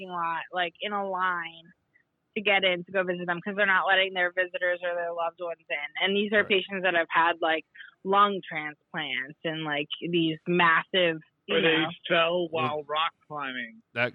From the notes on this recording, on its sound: this time over the phone